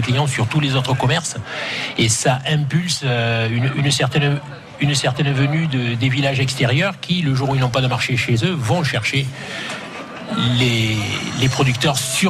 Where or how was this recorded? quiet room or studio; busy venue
busy venue